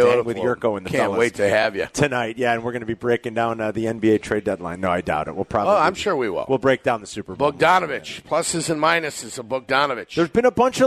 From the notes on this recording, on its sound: Live from Twin Peaks in Warrenville!